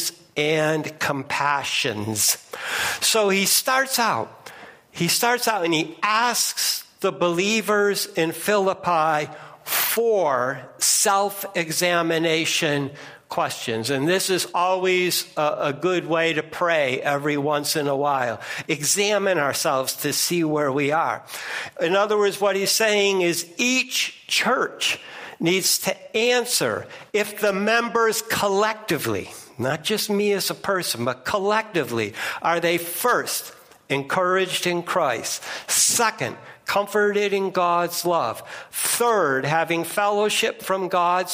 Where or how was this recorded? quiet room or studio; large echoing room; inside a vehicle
large echoing room